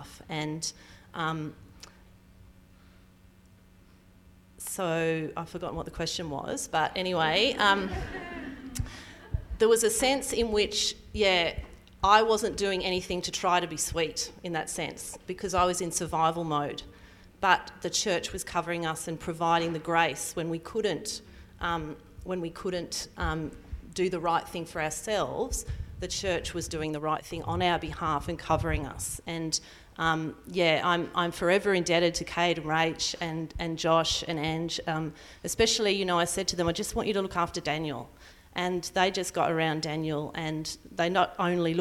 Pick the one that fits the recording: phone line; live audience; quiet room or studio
live audience